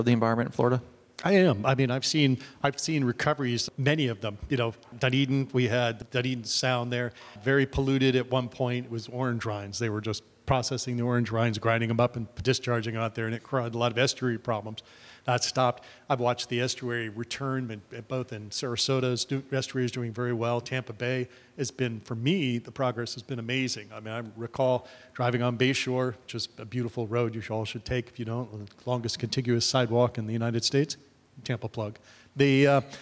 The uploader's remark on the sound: travels to Tampa to record live in front of the National Association of Administrative Law Judiciary’s (NAALJ) National Conference